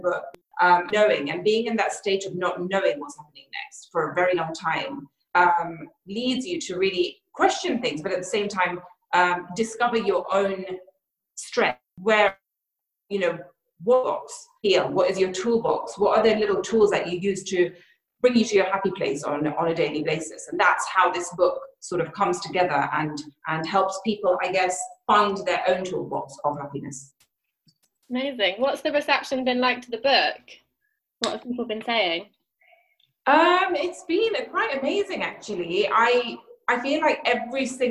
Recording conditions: video call